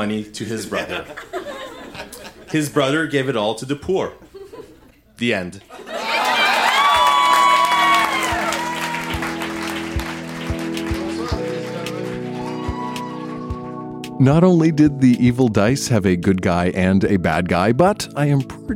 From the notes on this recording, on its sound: Recorded live at La Vitrola in Montreal, QC.